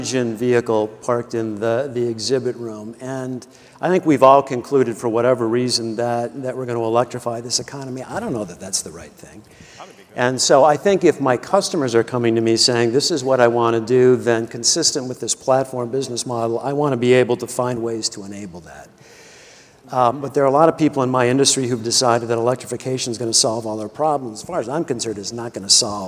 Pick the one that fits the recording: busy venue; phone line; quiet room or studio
busy venue